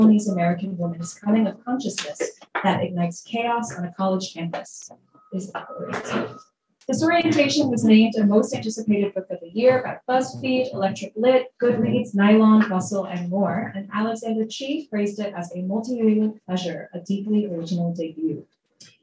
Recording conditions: poor sound quality